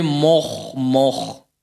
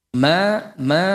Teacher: huruf mim juga perhatikan ketipisannya. Betul-betul ditipiskan. · Shown in: second take